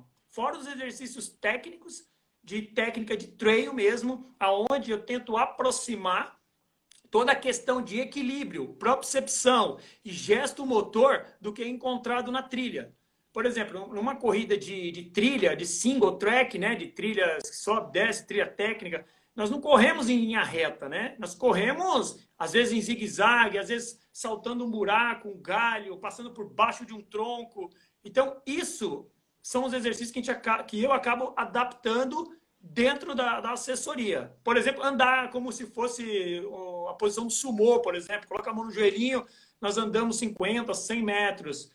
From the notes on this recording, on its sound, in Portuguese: durante uma live, que rolou em nosso Instagram